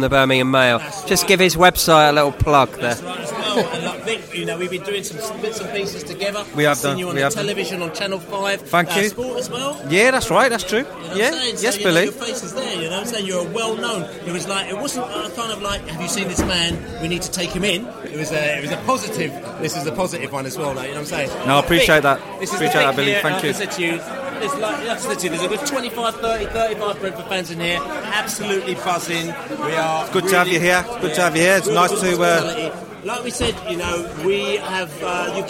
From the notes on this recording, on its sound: Podcast from the Pubs. The Beesotted crew took to the road to record this episode - finding a number of drinking establishments in the West Midlands who would happily accommodate our portable studio. They recorded in an Egyptian bar in Birmingham, the back of a taxi and a punjabi pub/indian restaurant a short walk away from St Andrews.